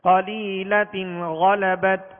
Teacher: غین حروف مستعلیہ میں سے ہے، بغیر ہونٹ گول کی اسے پر پڑھیں گے